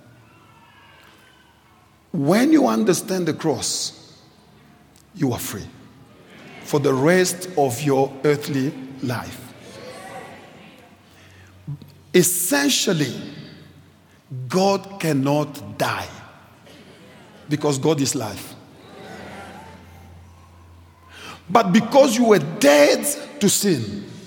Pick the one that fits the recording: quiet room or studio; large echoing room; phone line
large echoing room